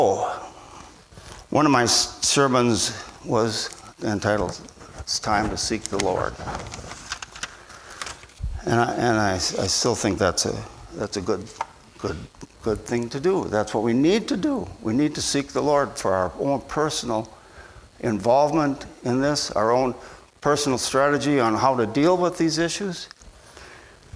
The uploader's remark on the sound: at Bible Center Church in Maiden Rock, Wisconsin.